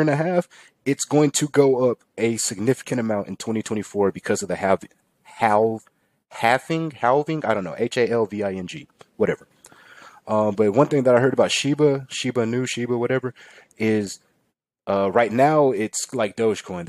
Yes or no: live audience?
no